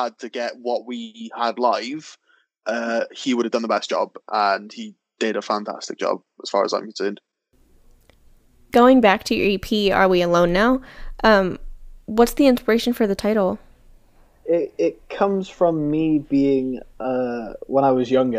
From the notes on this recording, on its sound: join us for a Skype call